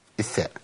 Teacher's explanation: الذال والظاء فيهم انقطاع نفس، الثاء فيها جريان النفس · من طرف اللسان مع اطراف الثنايا العليا